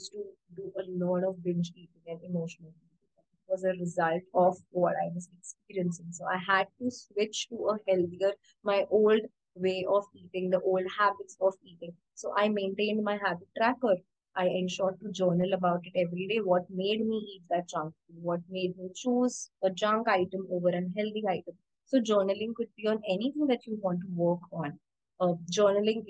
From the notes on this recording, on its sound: Instagram Live